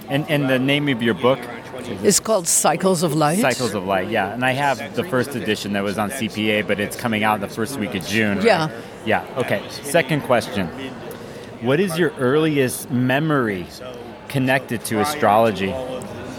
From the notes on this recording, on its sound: This 3 questions interview was recorded at the NORWAC 2022 conference.